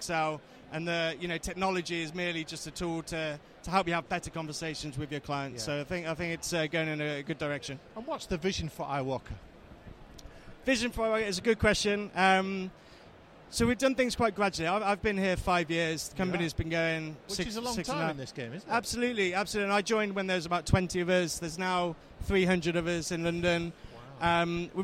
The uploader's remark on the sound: Episode recorded at Accountex 2019.